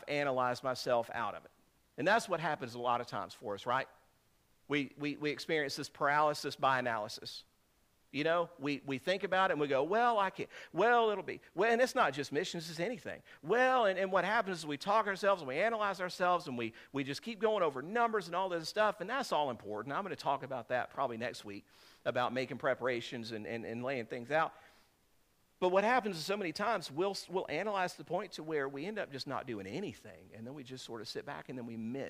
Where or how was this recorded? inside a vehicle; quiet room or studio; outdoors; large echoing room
large echoing room